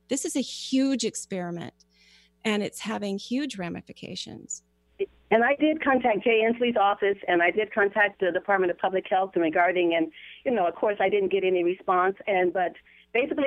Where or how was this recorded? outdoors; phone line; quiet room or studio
phone line